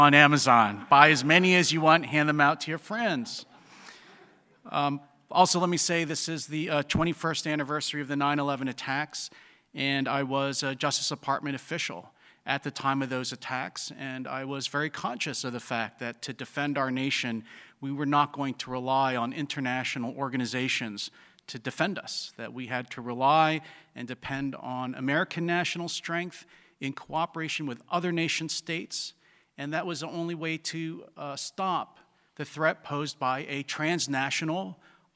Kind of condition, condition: setting, live audience